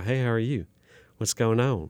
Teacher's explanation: I can let my soft palate flatten, and I start getting Oklahoma twang. This starts to become Oklahoma cowboy.